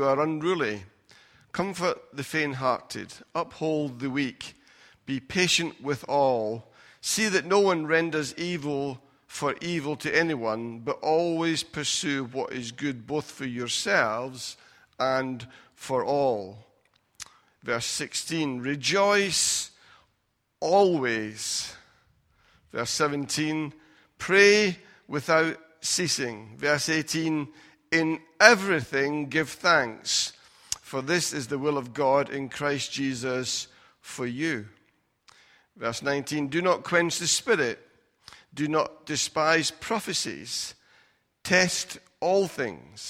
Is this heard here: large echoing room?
yes